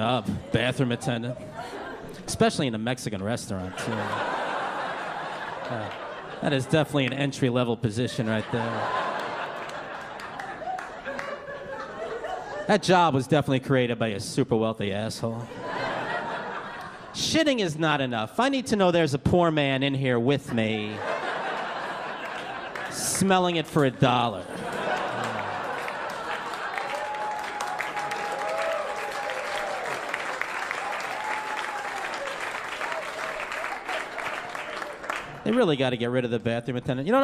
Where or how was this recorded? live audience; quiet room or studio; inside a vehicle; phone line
live audience